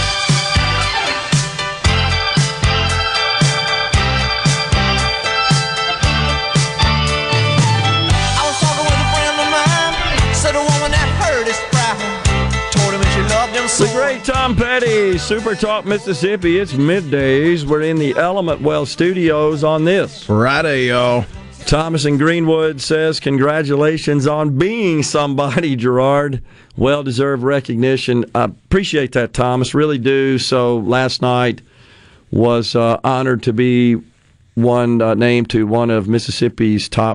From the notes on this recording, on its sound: joins the conversation by phone